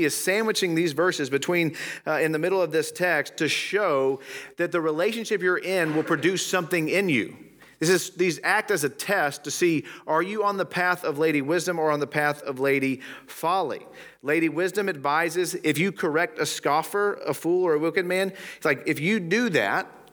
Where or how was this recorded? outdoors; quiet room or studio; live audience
live audience